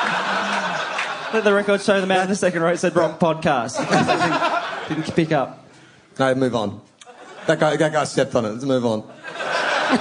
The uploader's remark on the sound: Post Grand Final 2016 - Live. Live on stage.